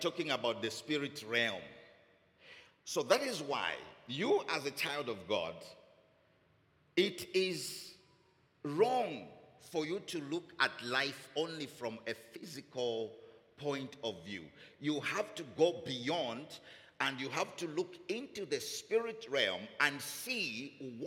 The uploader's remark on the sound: Recorded Live at Doxa Deo Tshwane Central on Sunday 11 February 2024 (Morning Service).